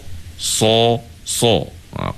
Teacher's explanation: bila kita sebut huruf sad ni, sebahagian besar daun lidah kita naik ke atas. Bermula daripada pangkal lidah lah.